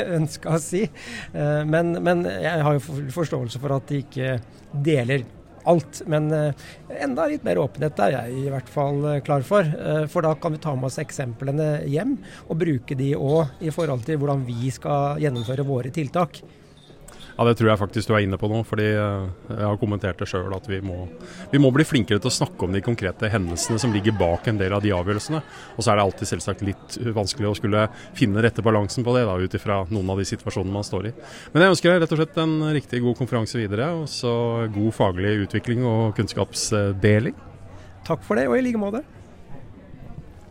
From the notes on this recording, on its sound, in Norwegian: Live fra sikkerhetskonferansen 2023. Har vært utegående reporter og snakket med noen av deltakerne som var tilstede for å få med seg noen av de 56 ulike debattene og foredragene i løpet av den 2 dager lange konferansen i Oslo.